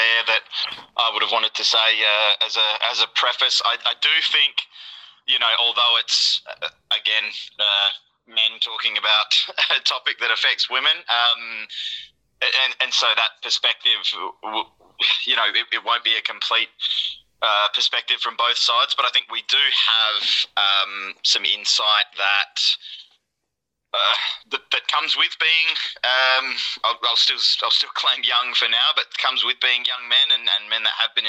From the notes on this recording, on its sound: have a phone call